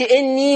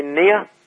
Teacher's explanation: ورش يفتح الياء ما يقولش إني ويمدها بقى · Shown in: second take